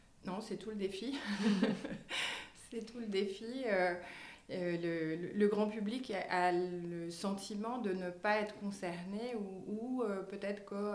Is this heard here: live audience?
no